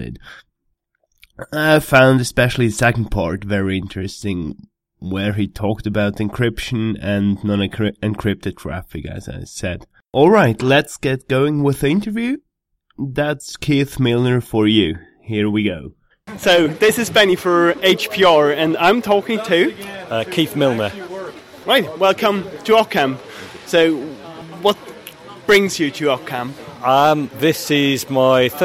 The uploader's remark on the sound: Tech and Coffee at OggCamp